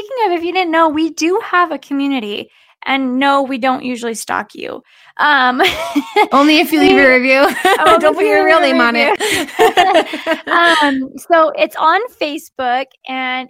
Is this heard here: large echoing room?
no